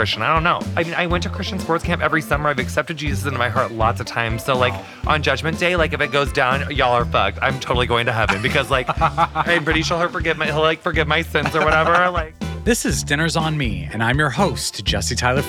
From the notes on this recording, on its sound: This episode of Dinner’s On Me was recorded at Bad Roman in NYC.